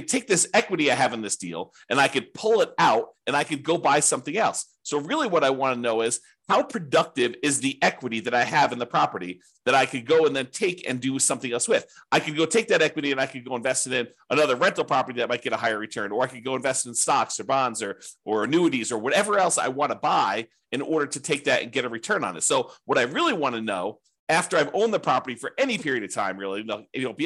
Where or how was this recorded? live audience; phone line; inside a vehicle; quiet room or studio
quiet room or studio